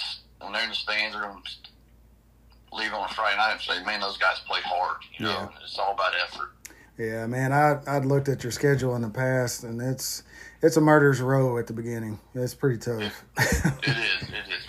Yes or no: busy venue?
no